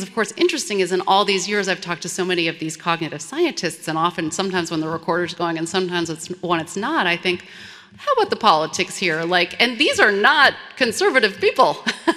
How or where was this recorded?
live audience